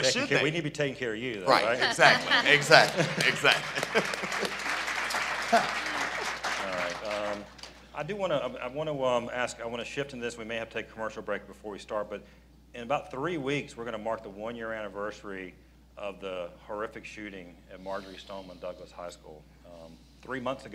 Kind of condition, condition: setting, busy venue